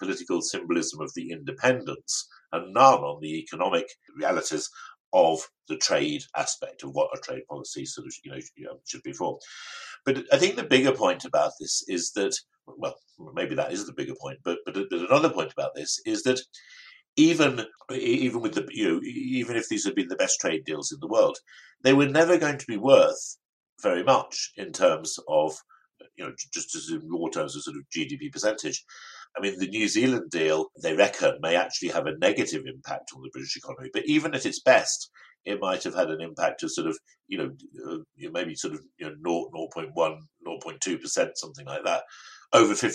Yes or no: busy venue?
no